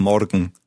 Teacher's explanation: in Bavaria you tend to roll the R, so it's morgen.